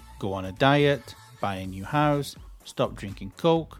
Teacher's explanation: If you notice, everything in the list rises. The intonation of everything in the list rises up until the last thing in the list.